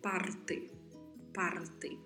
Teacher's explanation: mais uma particularidade de pronúncia aí com a letra R com vibrato e a sílaba final, o TE, que pronunciamos T.